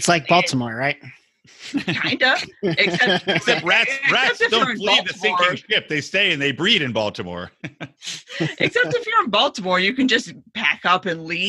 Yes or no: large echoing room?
no